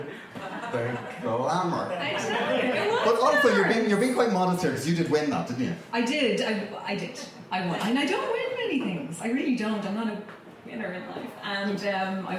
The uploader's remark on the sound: This is the first half of a show recorded live at the Dublin Podcast Festival 2017.